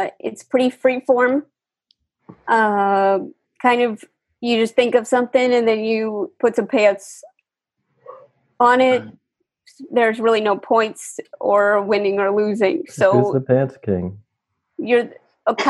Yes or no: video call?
yes